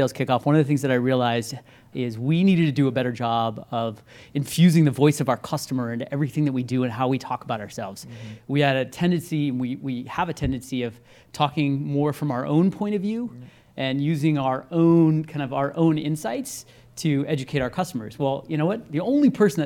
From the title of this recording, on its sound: Live at INBOUND16